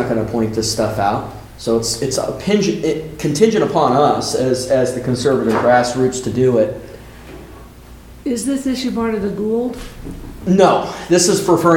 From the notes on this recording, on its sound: town hall in Buffalo on May 20, 2023